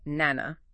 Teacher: They might just say nana, dropping that first syllable.